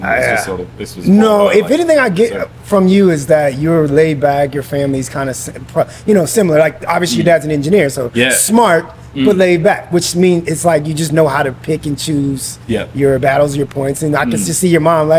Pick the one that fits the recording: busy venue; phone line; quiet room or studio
busy venue